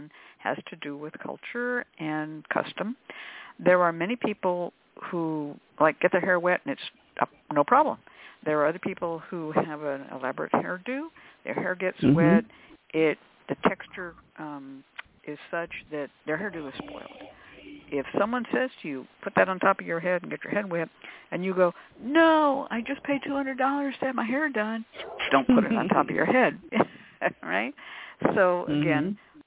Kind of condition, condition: link, phone line